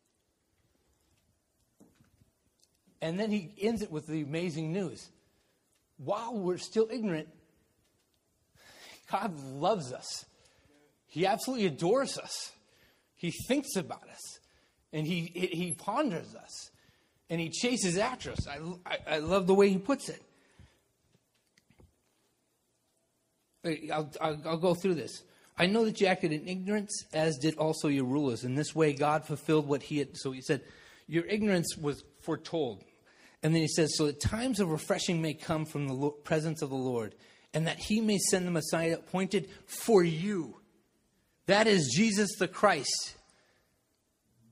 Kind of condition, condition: setting, large echoing room